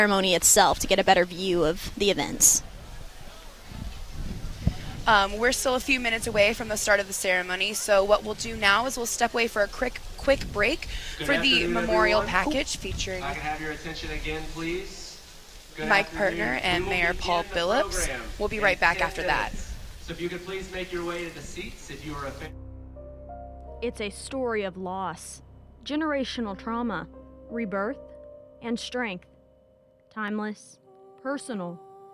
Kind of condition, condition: setting, busy venue